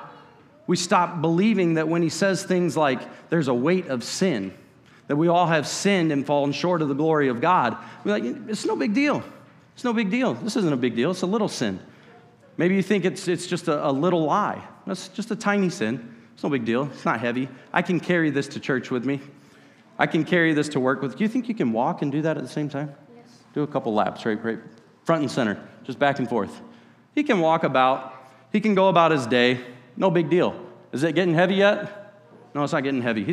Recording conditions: large echoing room